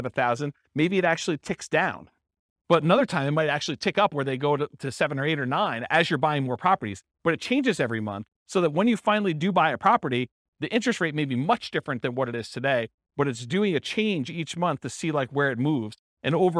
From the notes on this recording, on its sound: This was a live class recorded